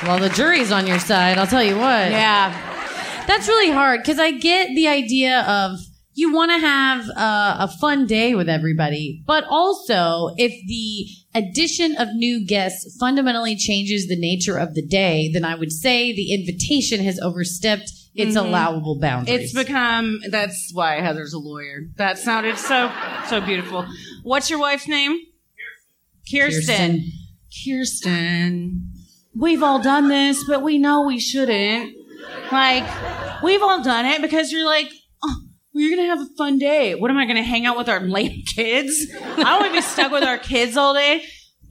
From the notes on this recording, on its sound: Recorded live at Funny Bone in Columbus, Ohio.